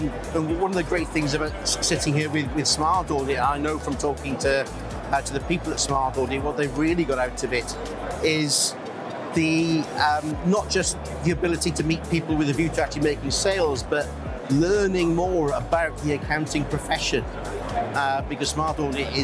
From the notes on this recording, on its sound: Live from Europe's Biggest Event 'Accountex'. A series of live interviews from Accountex 2022 in London recently. AIBN were the official broadcast partners of the event.